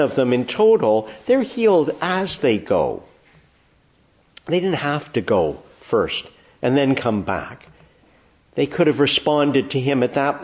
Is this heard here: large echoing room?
yes